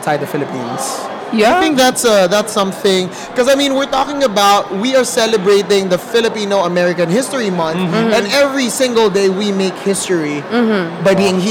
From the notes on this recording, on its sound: We have reached the last of our episodes recorded from FAHM Mania 2023 and we saved the best for last.